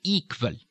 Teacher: there's no W in it, but it's still a W sound